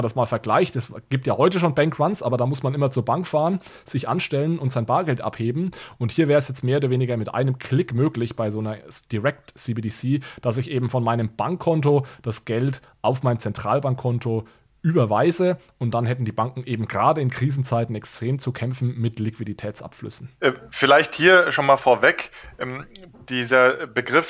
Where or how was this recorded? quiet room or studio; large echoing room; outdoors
quiet room or studio